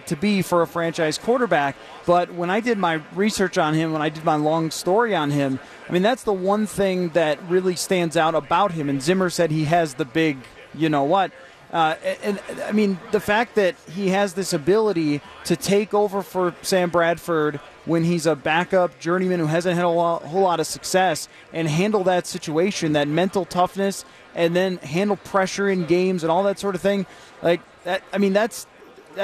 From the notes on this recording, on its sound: live from Radio Row all week